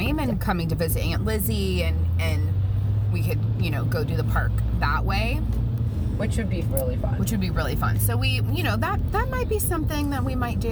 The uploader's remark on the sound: LITERALLY in the car heading to Disney World.